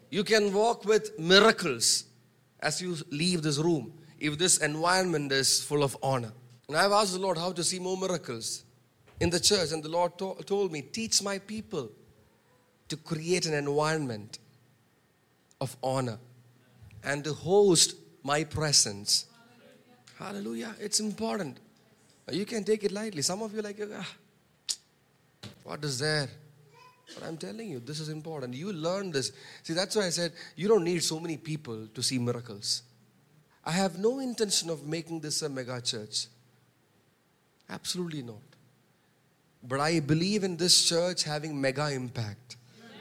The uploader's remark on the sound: preached on 12 March 2023 at Revelation Church.